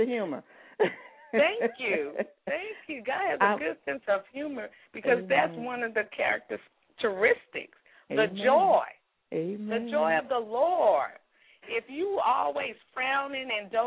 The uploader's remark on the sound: we will be having our female guest to call